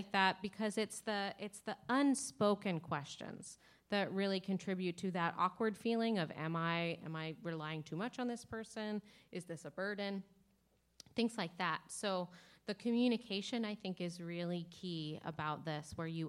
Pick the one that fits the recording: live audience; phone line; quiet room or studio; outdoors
live audience